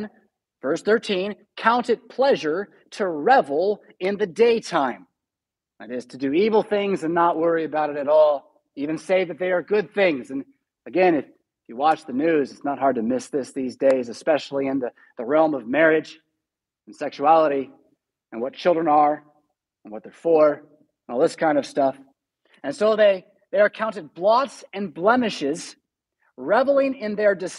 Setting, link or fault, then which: setting, large echoing room